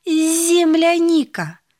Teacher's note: В слове «земляника» слышится мягкий звук «з»